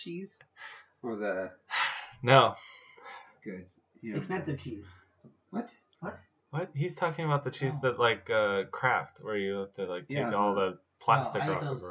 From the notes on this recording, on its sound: Is suffering a bad connection from the microphone but we didn't want to not use the episode. With the different levels of sound.